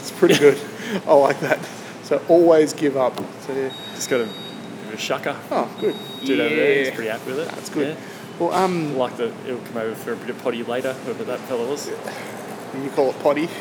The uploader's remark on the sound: When they stopped at a shopping centre. Decided to set up the microphones and the camera.